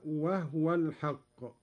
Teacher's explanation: قرأ قالون بإسكان الهاء هكذا: وهو الحق.